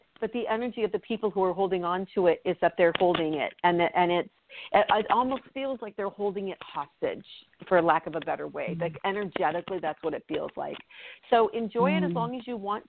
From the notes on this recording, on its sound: The last half of the show, we'll open up the phone lines for you to call